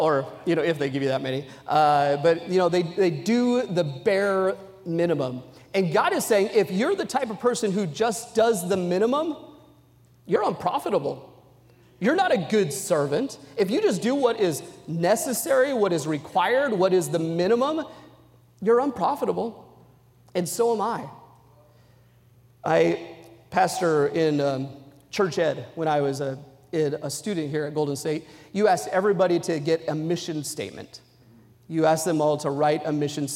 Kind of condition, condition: setting, large echoing room